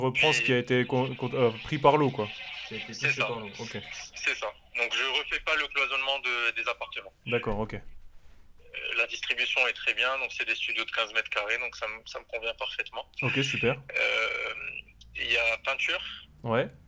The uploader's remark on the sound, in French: Nouveau phone coaching concernant des questions sur le DPE.